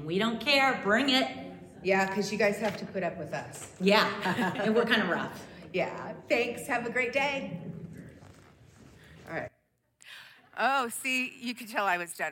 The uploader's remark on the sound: Audio of our worship service. Streamed live from our campus in Westlake Village, CA.